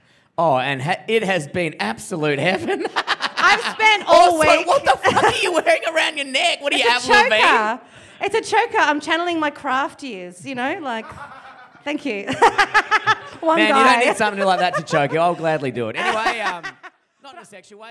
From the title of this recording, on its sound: Live in Perth